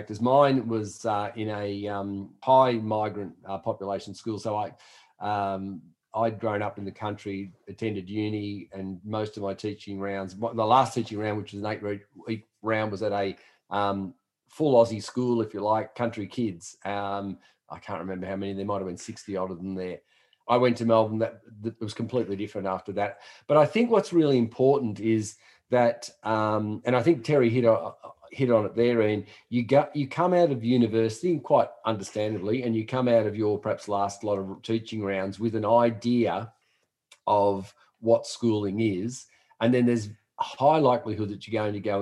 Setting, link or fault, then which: link, video call